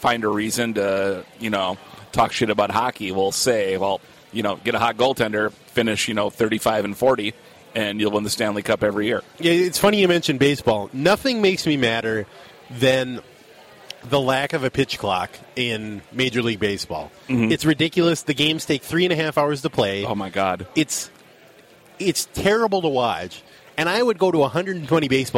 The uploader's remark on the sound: meet up at Surly